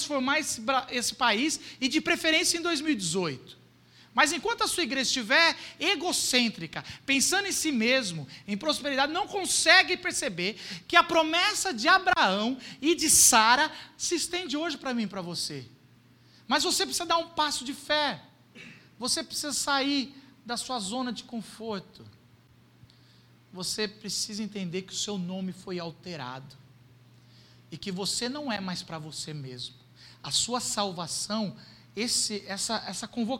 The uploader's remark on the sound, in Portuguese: Culto gravado em 14.